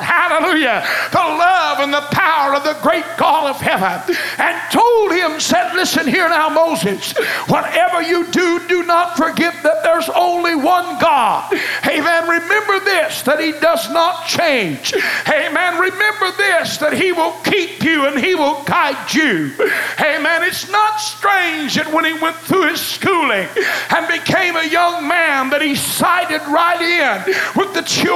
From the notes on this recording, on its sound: Choices was preached at First Apostolic Church.